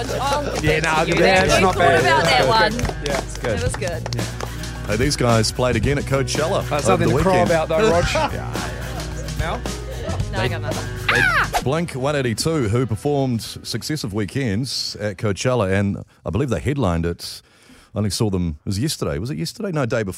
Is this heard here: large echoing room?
no